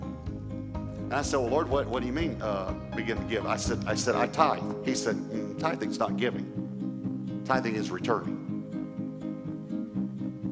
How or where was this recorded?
large echoing room